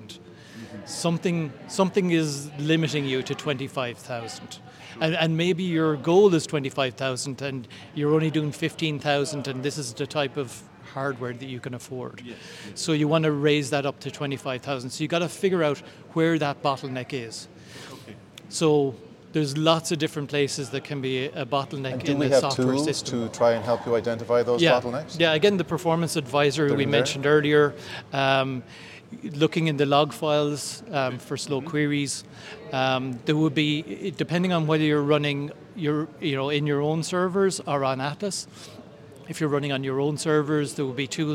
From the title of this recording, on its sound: Live from .Local London